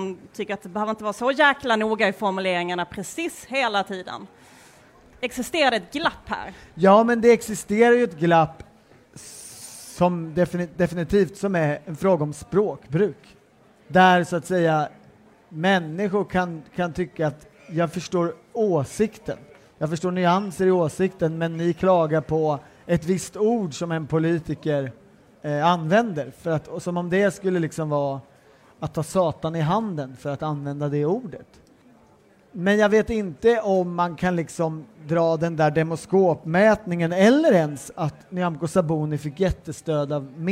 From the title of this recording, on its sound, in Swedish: Live från Almedalen